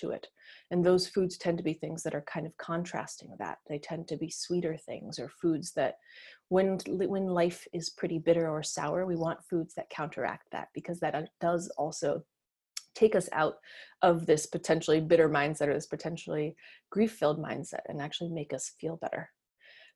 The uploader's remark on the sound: Webinar was recorded on April 30, 2020.